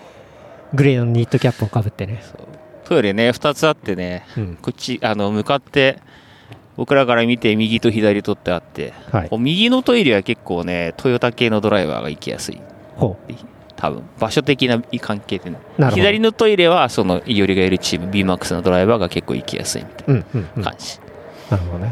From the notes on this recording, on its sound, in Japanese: 臨場感たっぷり、もてぎからお届け。ピット裏。